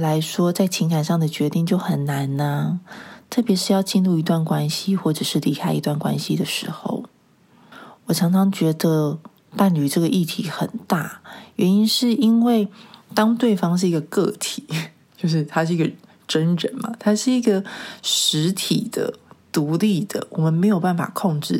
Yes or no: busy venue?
no